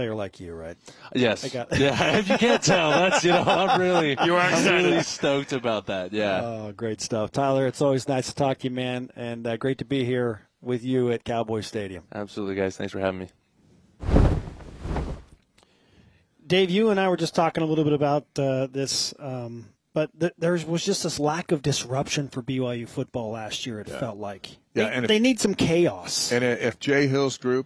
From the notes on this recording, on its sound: BYUSN is live at the Big 12 Media Days.